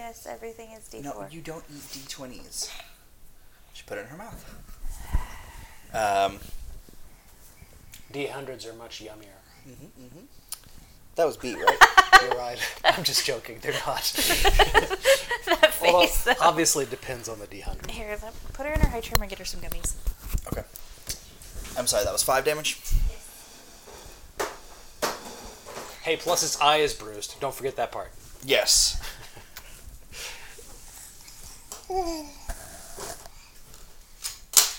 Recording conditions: sounds in the background